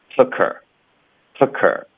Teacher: 科连读到 her 的时候，h 的音就省略了